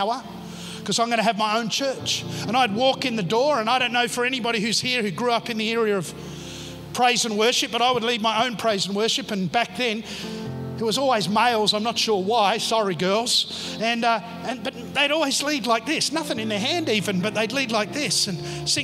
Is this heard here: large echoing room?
yes